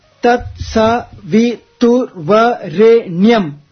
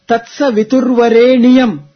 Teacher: The Nyam, the Sanyuktakshara, is supposed to be split as Niyam. · Shown in: second take